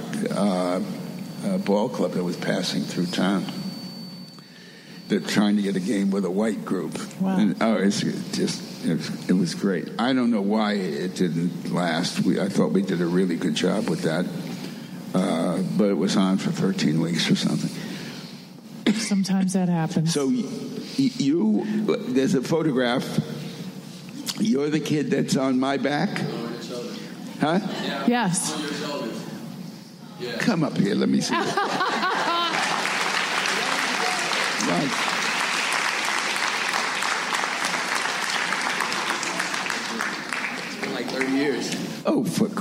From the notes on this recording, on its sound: Following a screening of the new documentary about …, Just Another Version of You. Recorded at ATX Television Festival on June 10, 2016.